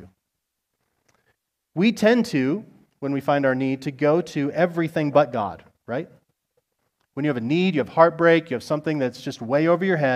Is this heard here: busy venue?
no